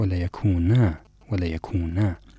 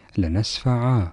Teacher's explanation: تنقلب النون المخففة إلى ألف هكذا لنسفعا، طبعا نون التوكيد الخفيفة وليست الثقيلة، بالنسبة إلى نون التوكيد الخفيفة تقلب إلى ألف حال الوقف عندما تسبق بفتح.